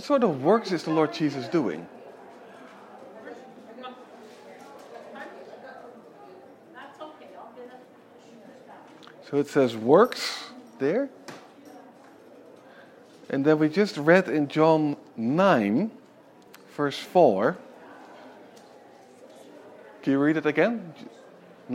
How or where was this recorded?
large echoing room